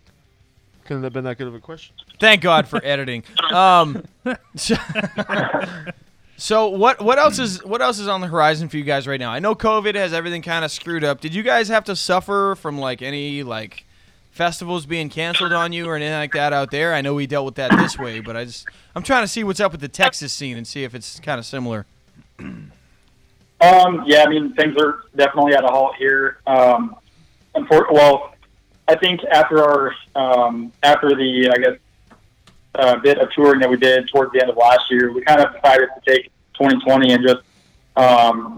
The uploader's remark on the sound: Phone in interview